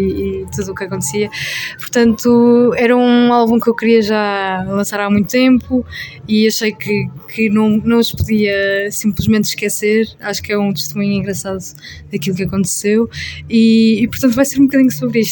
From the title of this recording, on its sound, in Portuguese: ao vivo no “Maus Hábitos”